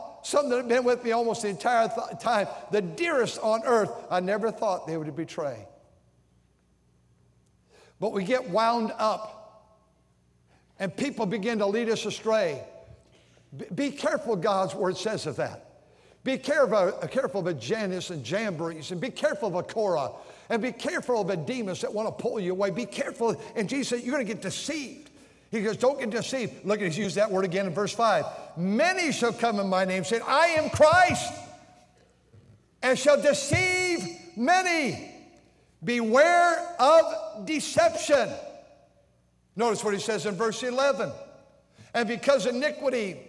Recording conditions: large echoing room